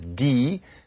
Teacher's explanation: Instead of give, it's gi, and that leaves off the final consonant.